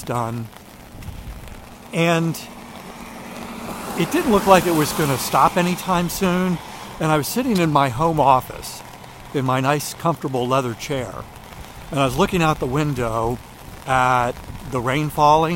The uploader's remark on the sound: During today's ten-minute walk